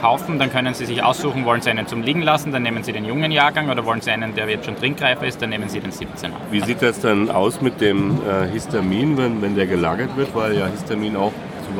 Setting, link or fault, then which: setting, busy venue